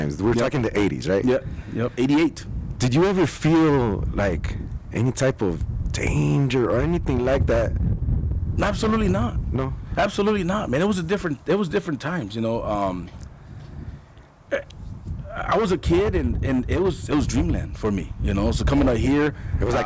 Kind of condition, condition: fault, wind noise